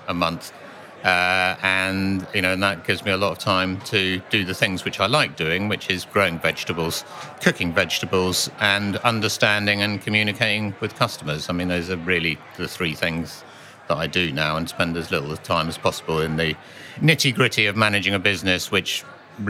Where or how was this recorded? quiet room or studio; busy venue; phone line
busy venue